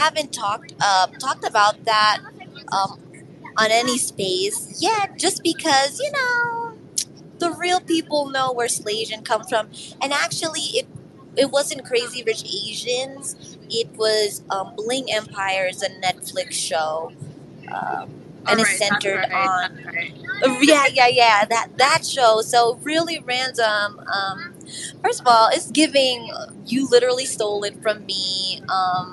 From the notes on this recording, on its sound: Takes the mic during mid-flight, thousands of feet in the air.